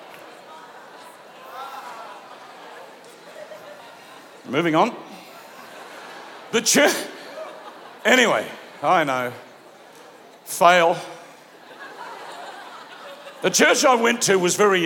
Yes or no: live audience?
yes